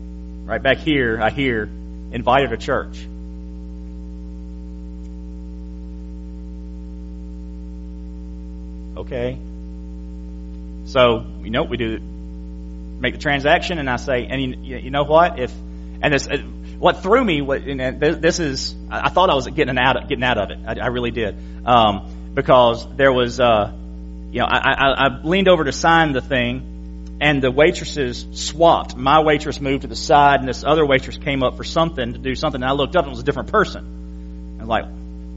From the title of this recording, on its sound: January 22, 2017 PM Service